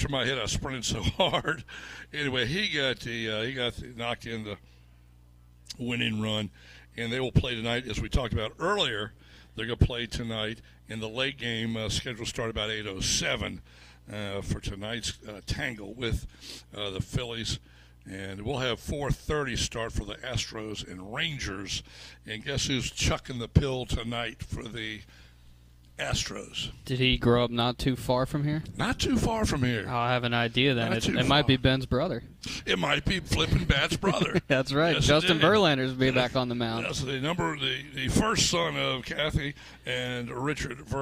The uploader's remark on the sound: live at the Country Club of Virginia for the Dominion Energy Charity Classic